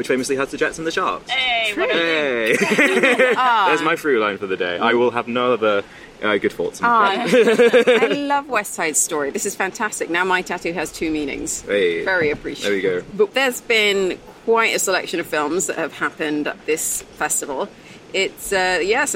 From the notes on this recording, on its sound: We’ll be discussing some of the most talked about titles from this year’s Venice Film Festival straight from the Lido.